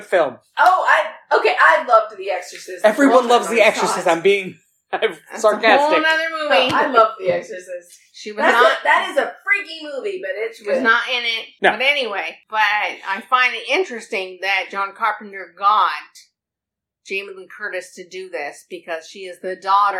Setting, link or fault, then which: fault, poor sound quality